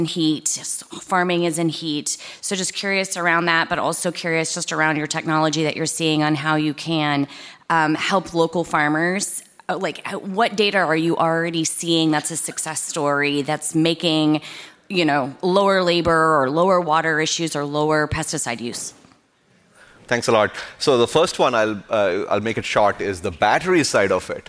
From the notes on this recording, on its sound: I co-hosted the Code Conference this week where I had the opportunity to hangout onstage